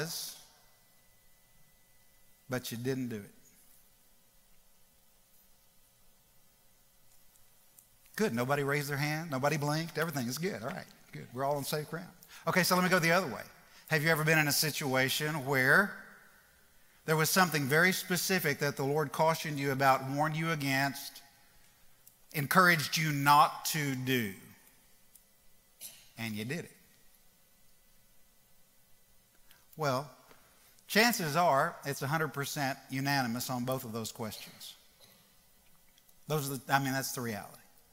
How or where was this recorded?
live audience